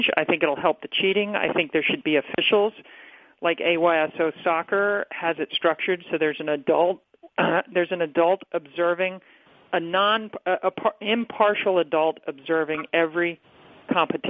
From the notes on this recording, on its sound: Wimbledon Conference Call